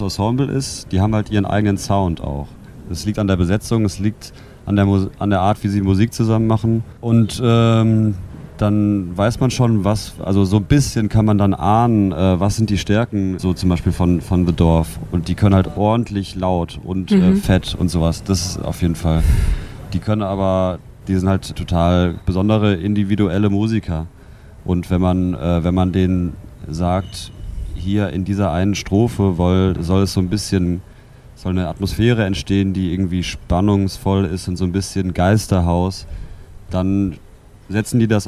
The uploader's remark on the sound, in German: auf dem Pop-Kultur-Festival